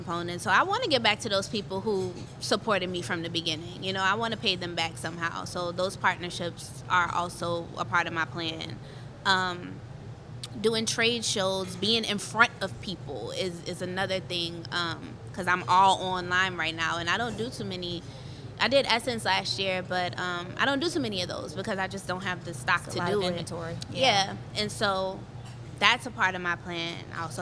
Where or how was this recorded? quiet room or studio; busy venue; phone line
busy venue